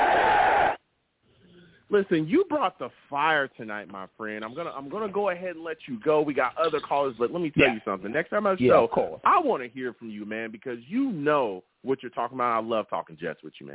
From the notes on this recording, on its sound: I also take live callers!